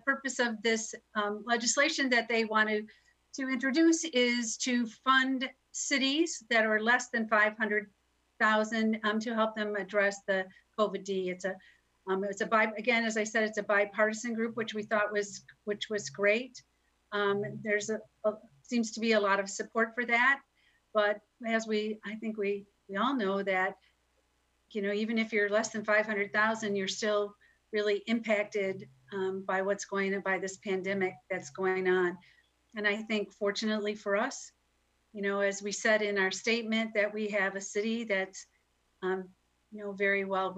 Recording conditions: video call